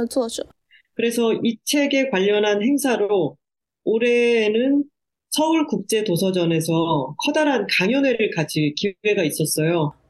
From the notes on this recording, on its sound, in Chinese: 连线采访